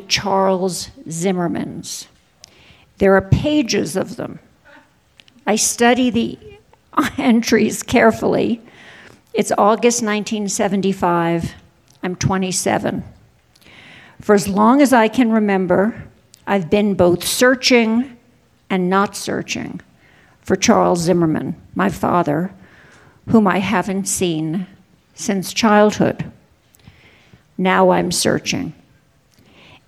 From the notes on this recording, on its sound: on stage at the 2021 festival